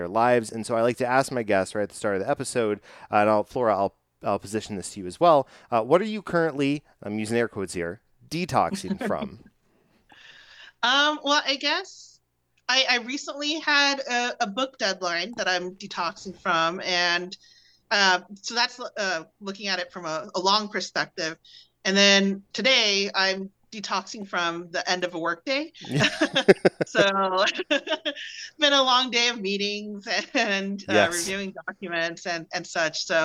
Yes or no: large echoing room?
no